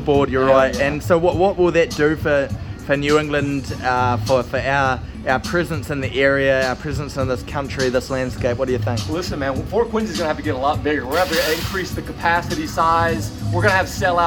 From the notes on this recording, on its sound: at the Free Jacks Championship Pub Crawl